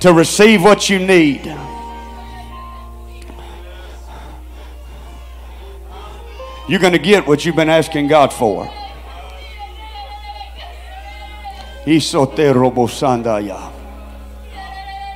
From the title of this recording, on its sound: Tent Revival Night 2, Oct. 8, 2022